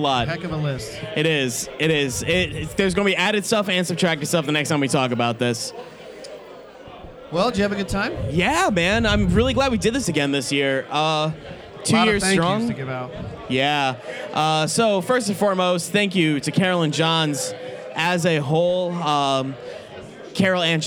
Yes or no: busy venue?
yes